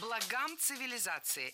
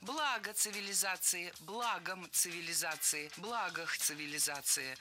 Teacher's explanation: Слово «благо» имеет неподвижное ударение на основе. И при склонении ударение сохраняется на первом слоге. · Shown in: second take